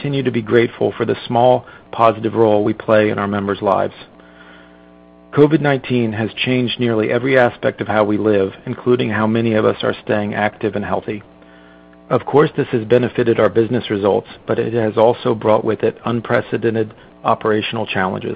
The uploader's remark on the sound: Q3 2020 Results Earnings Conference Call